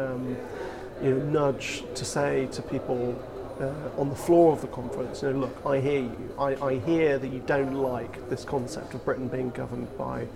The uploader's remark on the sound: Brings you this podcast from the floor of the Conservative Conference 2018. Our podcast from Conservative Conference '18.